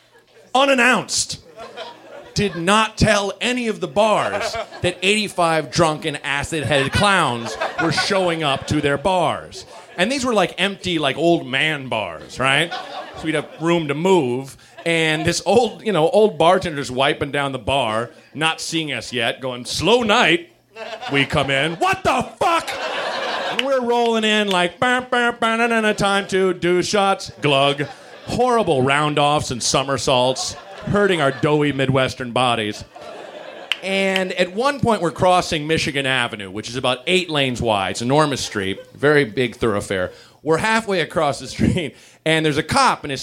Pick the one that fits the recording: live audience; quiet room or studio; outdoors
live audience